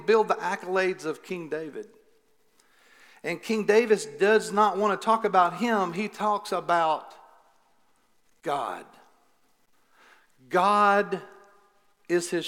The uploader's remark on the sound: Recorded live at The Fellowship at Mt Juliet on June 6, 2021.